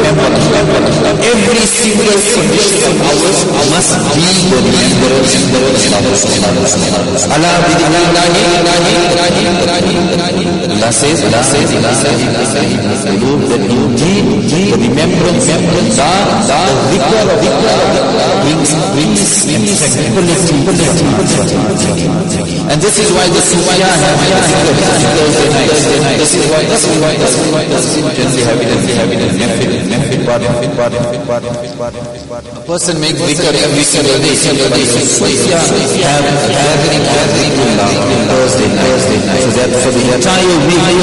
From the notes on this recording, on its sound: Jumuah lecture at Masjidun Nasr